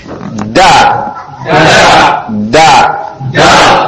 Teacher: ujung lidah pangkal gigi seri atas